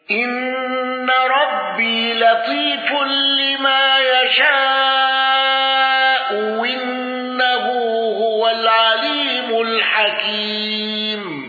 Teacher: قالون بقصر المنفصل وسكون ميم الجمع وفتح ياء الإضافة وتسهيل الهمز الثانية.